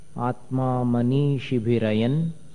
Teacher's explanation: अनुस्वार का उच्चारण न जैसा होगा